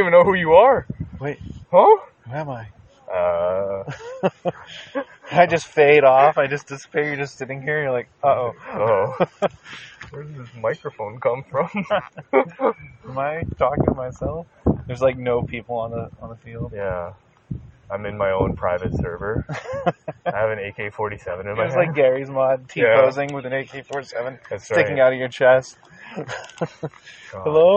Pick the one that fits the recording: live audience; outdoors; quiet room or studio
outdoors